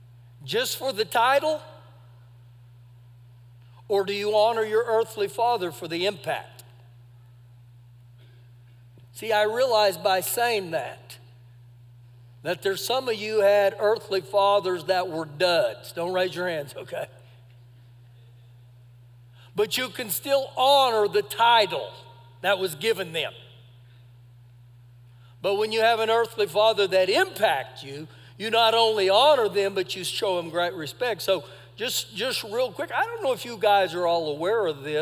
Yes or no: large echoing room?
yes